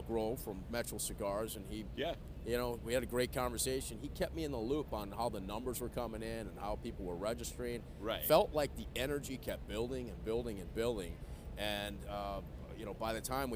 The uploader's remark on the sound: On the Cigar Lockdown Set! Recorded Live at the 2021 PCA Las Vegas trade show.